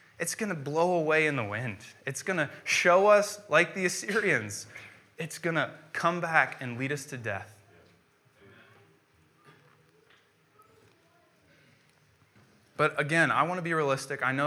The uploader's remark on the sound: preached on January 10th, 2015 at Veritas East